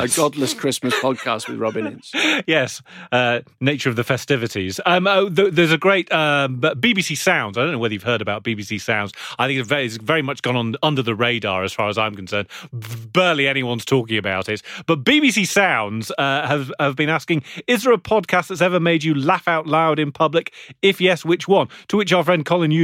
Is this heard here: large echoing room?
no